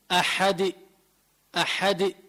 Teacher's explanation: قلقلة مائل إلى الكسر.